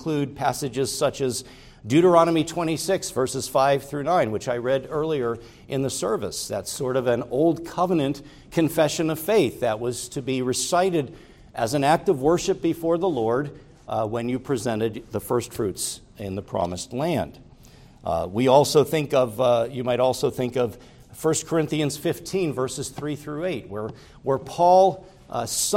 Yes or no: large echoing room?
yes